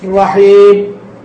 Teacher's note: في بعض الإخوة إذا نطق بالميم، هذه يعني من الملاحظات التي وردت على الخاطر، أحيانا خاصة الميم الموقوف عليها يضغطها بقوة فيطلع فيها شبه الباء